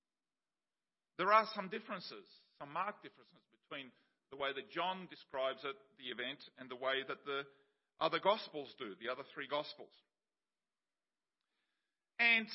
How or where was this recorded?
large echoing room